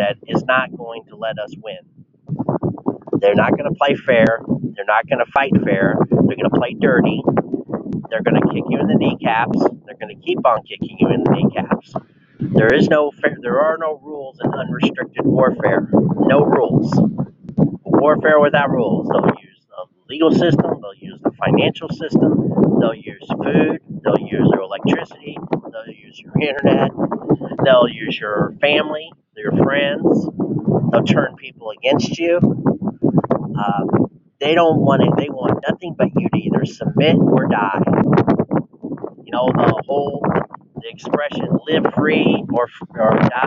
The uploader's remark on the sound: The audio went caca with all the wind. Atlantic Ocean got mad.